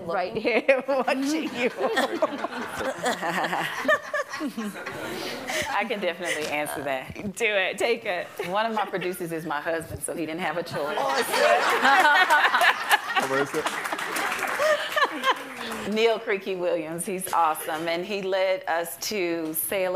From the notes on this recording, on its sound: Panel. This episode was recorded on January 26, 2020 in front of a live audience at the SundanceTV HQ on Main Street in Park City, UT during the 2020 Sundance Film Festival.